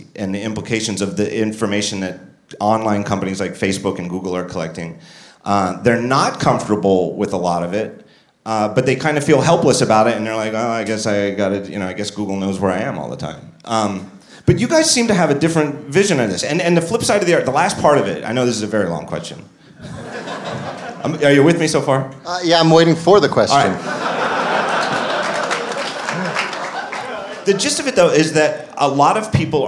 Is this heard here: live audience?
yes